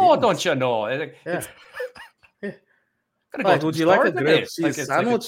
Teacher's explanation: That's Scottish. You gotta go up at the end of the sentence.